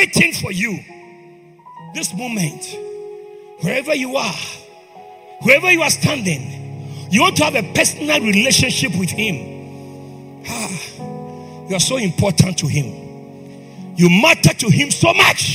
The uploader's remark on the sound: This is a message I preached at the Greater Love Church.